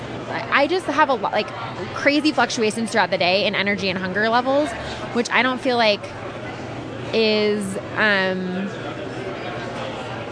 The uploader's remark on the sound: This week we take our mics out into the wild and podcast from a coffee shop in Downtown Denver. Sit back and enjoy the ambiance.